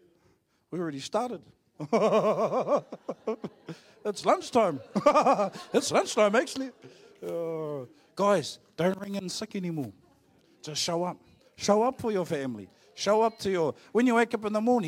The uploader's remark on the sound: Live From IwiTapu Destiny Church Hawkes bay